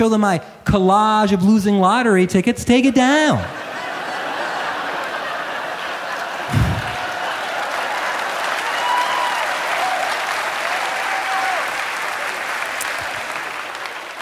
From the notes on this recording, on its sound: Performed live at The Power Center in Ann Arbor, Michigan In partnership with Michigan Radio and The Ann Arbor Summer Festival.